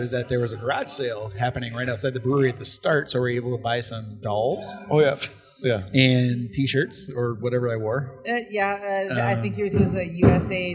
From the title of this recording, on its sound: Live from Limestone Brewery at May Day Mayhem in Osage, IA